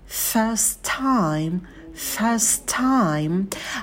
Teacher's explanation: А также пропускаем звук «т». И в слове time не забывайте придыхание на «т»